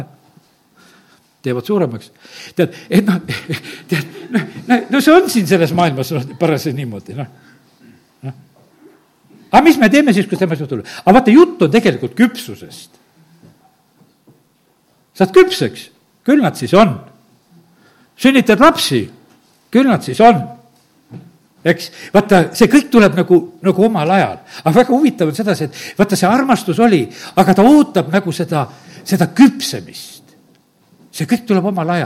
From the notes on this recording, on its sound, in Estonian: Audio salvestus koosolekult